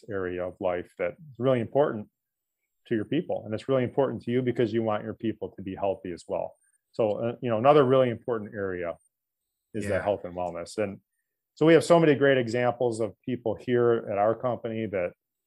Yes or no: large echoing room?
no